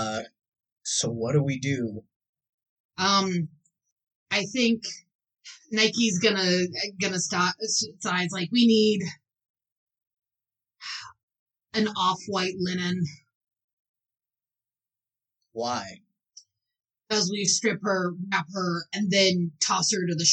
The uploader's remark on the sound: Also the audio is slightly messed up, idk why. A few words get inexplicably dropped.